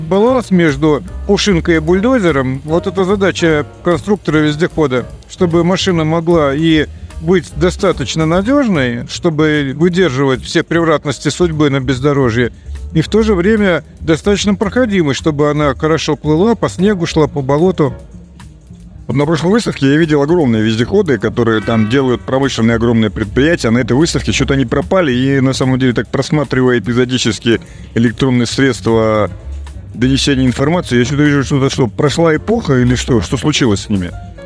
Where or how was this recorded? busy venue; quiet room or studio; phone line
busy venue